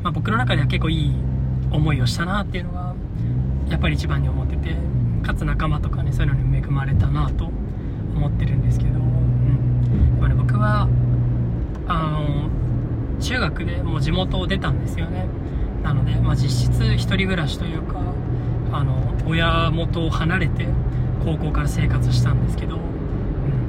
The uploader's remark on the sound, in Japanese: 初の車内収録でした。時々騒音等あると思いますが、ご了承ください。